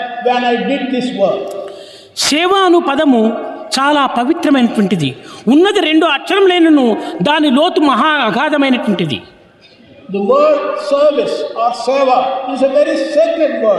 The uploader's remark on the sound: during inauguration of the Sevadal conference